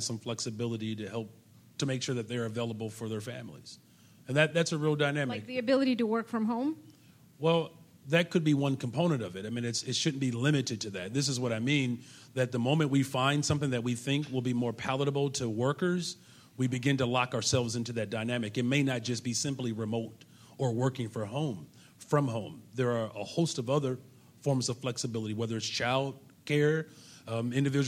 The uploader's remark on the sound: on stage at the Promontory club in Hyde Park for First Tuesdays